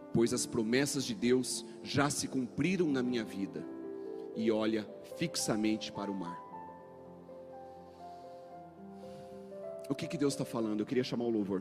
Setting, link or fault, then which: setting, large echoing room